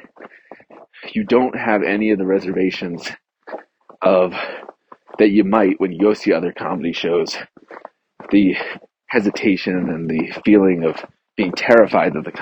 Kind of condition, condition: setting, outdoors